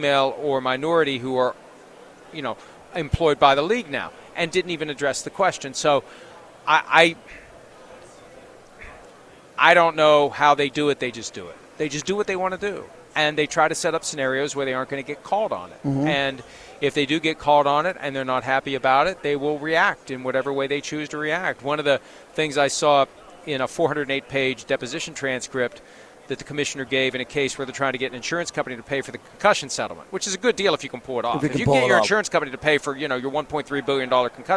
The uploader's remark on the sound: LIVE FROM RADIO ROW